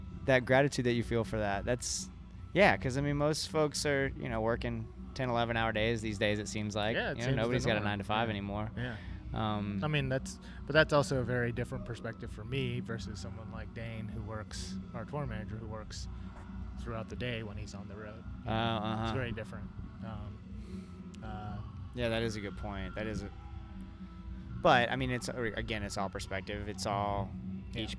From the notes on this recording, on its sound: We caught up at Gasparilla Music Festival 2019